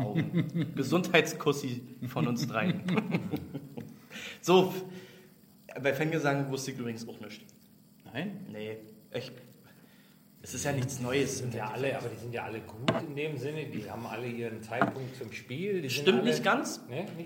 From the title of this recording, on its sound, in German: Der Livepodcast